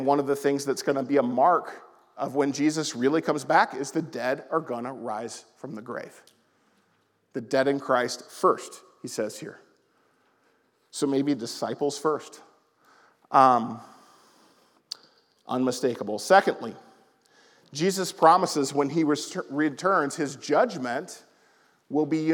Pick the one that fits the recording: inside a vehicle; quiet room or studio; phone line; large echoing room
large echoing room